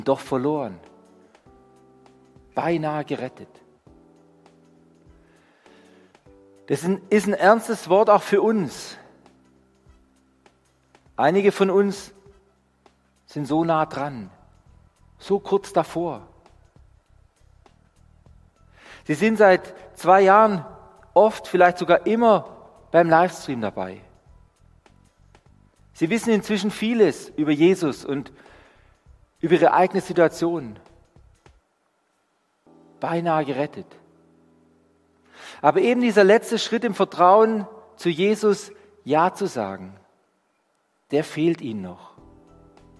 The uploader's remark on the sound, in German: Die Predigt aus dem Gottesdienst